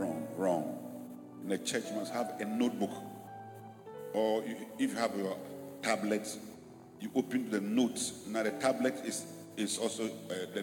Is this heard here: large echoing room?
yes